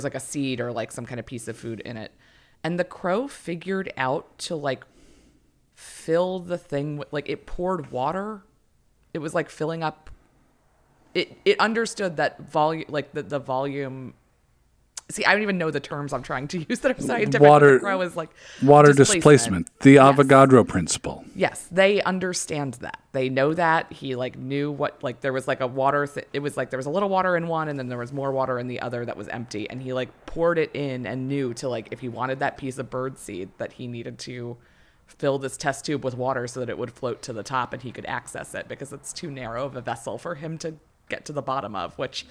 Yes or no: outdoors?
no